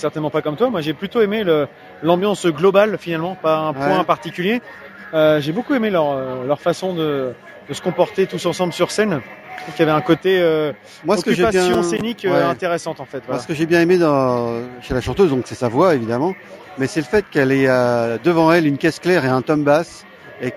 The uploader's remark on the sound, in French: Nous étions à Houppeville pour la 2ème édition du festival Houppstock